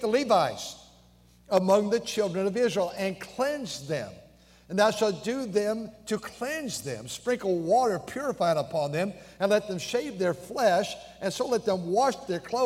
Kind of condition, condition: setting, large echoing room